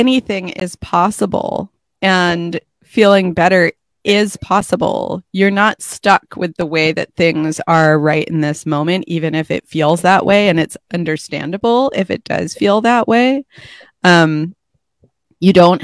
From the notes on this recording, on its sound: a recording of a Facebook live